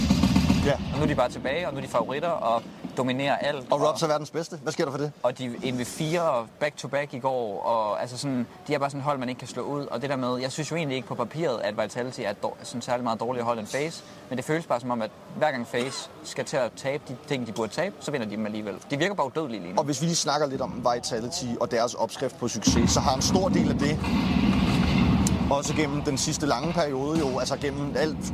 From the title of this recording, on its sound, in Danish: LIVE FRA ROYAL ARENA